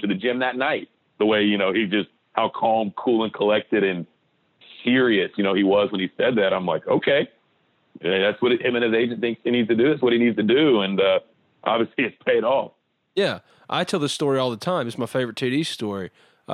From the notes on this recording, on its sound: joins on the Modern Woodmen phone line